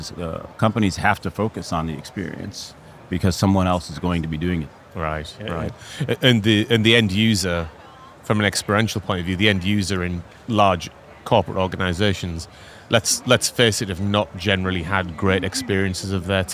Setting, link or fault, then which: setting, busy venue